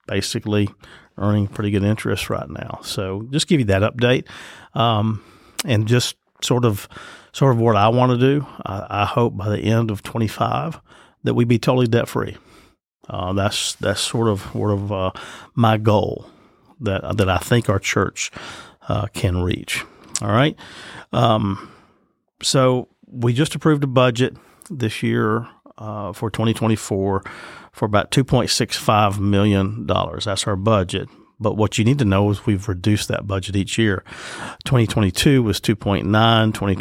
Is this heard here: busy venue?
no